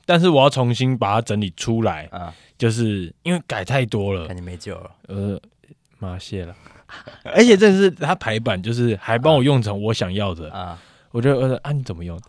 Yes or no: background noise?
no